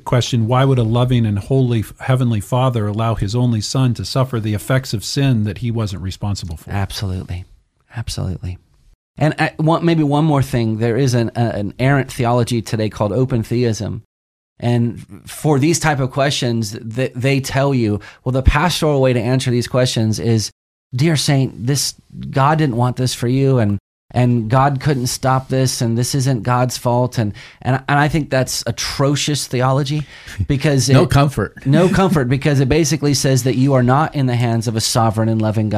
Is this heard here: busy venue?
no